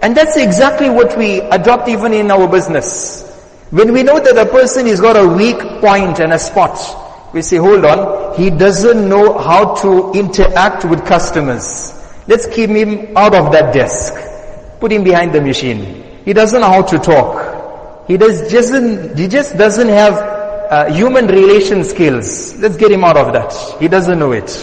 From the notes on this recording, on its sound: Jumuah Lecture at Masjid us Saliheen